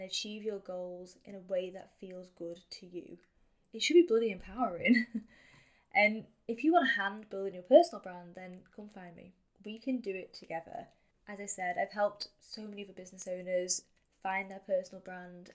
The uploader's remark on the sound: Sorry for the sound quality on this one! I've been having some serious mic issues recently.